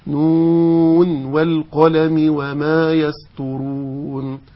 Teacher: حفص في هذا الموضع يقرأ نون عند الوصل من طريق الشاطبية، يقرأها بالإظهار، يقرأ هكذا بالوصل: نون والقلم وما يسطرون، هكذا.